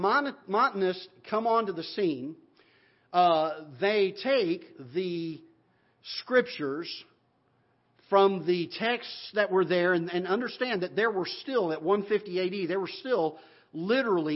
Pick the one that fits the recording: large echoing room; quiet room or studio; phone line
large echoing room